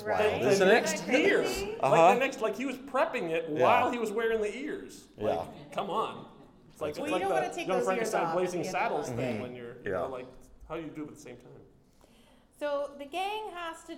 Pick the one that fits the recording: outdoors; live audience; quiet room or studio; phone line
live audience